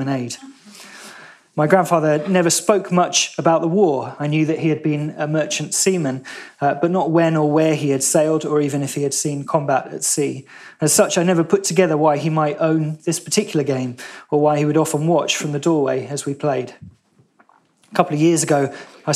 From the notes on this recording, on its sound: In a lecture he delivered at BBC History Magazine’s 2019 Winchester History Weekend